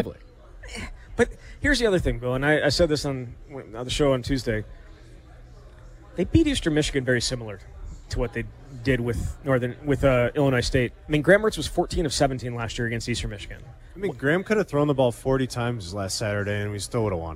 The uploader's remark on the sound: live from Monk's Bar and Grill in Sun Praire